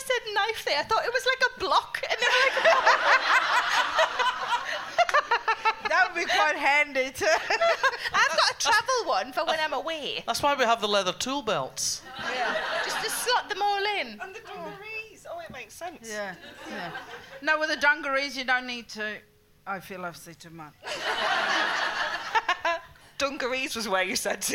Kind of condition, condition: setting, live audience